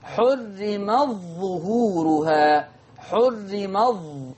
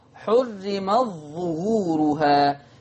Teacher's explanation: لما ورش يضغمها يبقى التاء عارية والظاء تشدد · Term: الإضغام